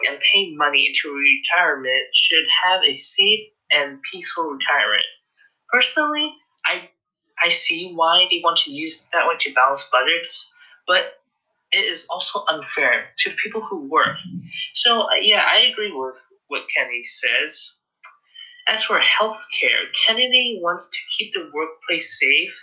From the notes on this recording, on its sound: the audio is horrible